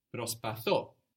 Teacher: The accent is just before that verb ending, that o, that e, that is. But with I try, we have the accent on the end